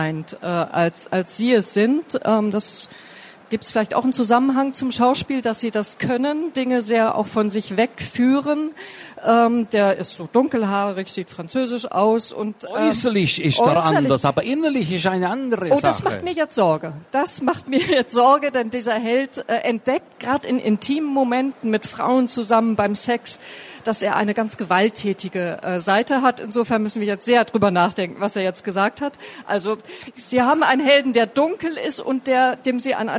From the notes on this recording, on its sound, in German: Es wurde im Rahmen der Veranstaltungsreihe „Spiegel Live“ im Oktober 2019 auf der Frankfurter Buchmesse aufgezeichnet.